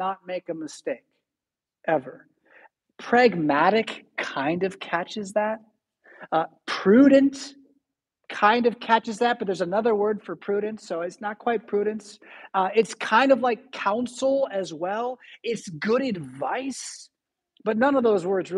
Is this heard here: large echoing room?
yes